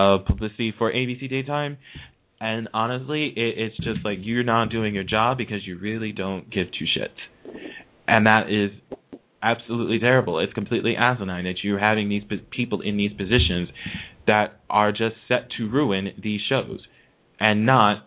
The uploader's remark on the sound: we open the phone lines to the fans